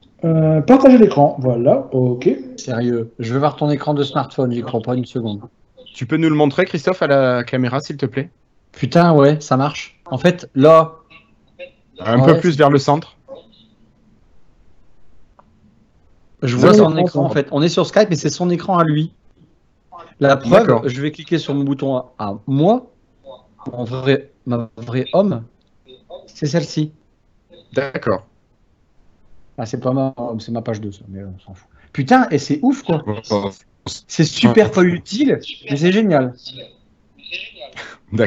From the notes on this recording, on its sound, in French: Avec une connexion comique, ça coupe ! Il a été assez épique avec ses problèmes de connexion, ses déconnexions à répétition, ses fous-rires… Bref, un épisode qui a été assez haché à l’enregistrement mais « Merci Teams » qui a réussi à tout enregistrer sans le moindre problème.